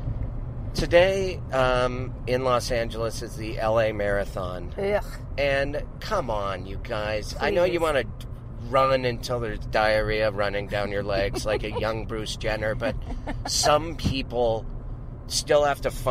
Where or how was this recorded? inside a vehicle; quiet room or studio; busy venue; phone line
inside a vehicle